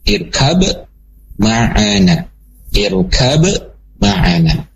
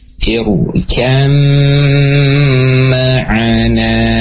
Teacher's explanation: Perkataannya hilang, ya, dan huruf ba-nya hilang, masuk ke dalam huruf yang kedua, ke dalam huruf mim. · Shown in: second take · Term: idgham dengan gunnah